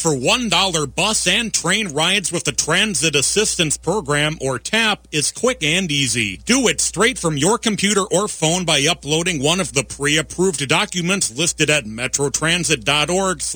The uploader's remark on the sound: broadcast live from All My Relations Arts in Minneapolis